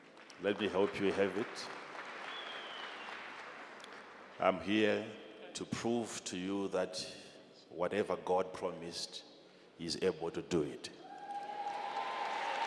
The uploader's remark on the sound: answers questions from the audience